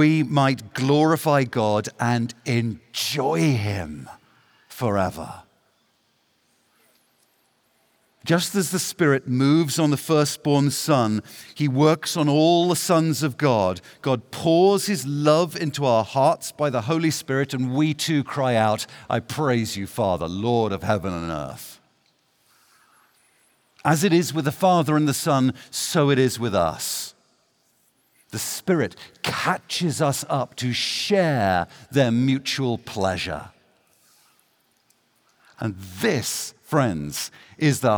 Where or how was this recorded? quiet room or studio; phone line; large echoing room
large echoing room